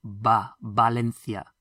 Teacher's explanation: And from Valencia, you'll notice that the letter V is pronounced like a B, because V's in Spanish are always pronounced like B's. So, ba, Valencia.